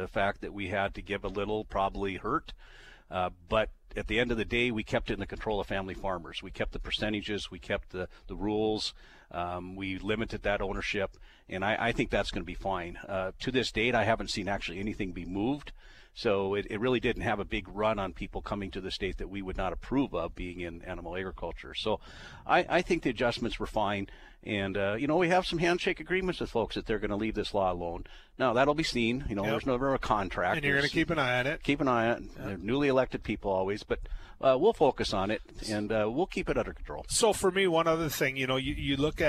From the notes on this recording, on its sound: broadcasting live from the NDFU State Convention